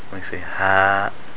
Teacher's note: But when you have the alif with a fatha before it and it has a sukun, like for example, ha. When you say ha, then it's coming from the Jawf.